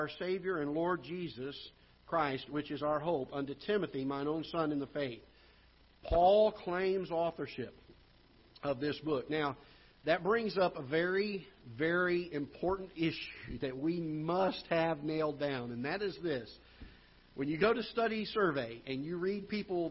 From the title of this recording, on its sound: Ketha Heights Baptist Church ~ Live Broadcast